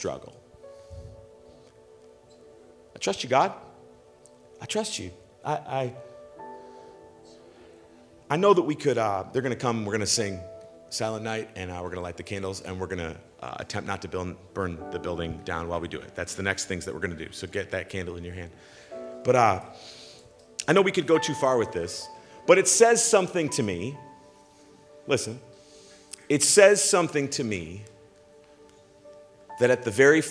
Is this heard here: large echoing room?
yes